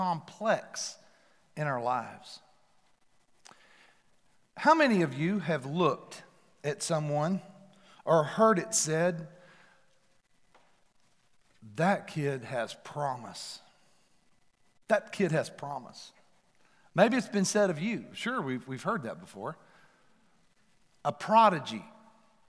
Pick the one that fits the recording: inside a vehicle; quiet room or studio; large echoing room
large echoing room